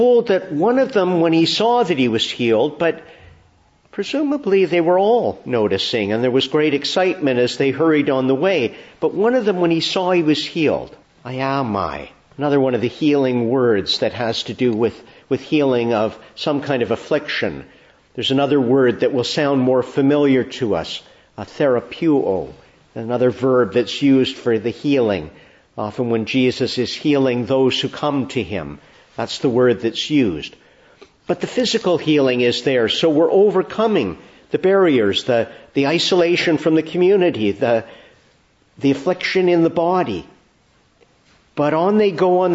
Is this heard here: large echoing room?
yes